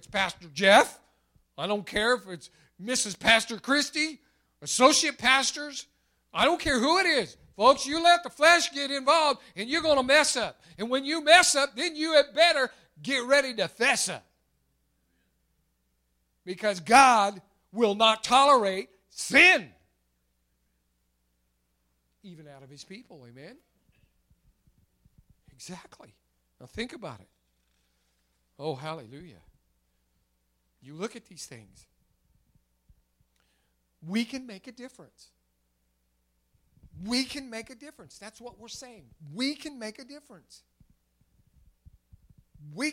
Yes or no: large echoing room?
yes